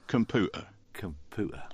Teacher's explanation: The T should not be pronounced like a D, but as a glottal stop, and the Y sound should not be in the syllable pew